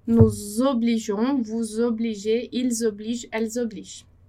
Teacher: como é um verbo que começa com uma vogal, né, o O, então a gente vai fazer a liaison ali